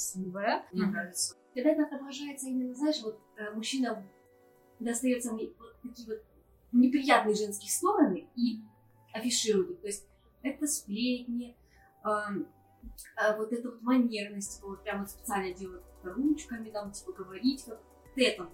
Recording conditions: poor sound quality